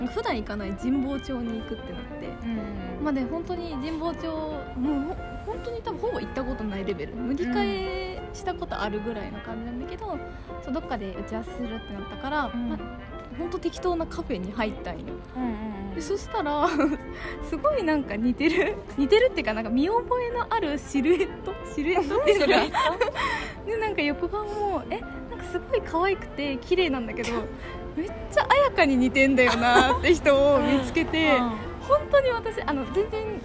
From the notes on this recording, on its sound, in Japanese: 誕生日会ディナーの帰り道に録音してみました。六本木の裏路地にある駐車場で急遽撮りました。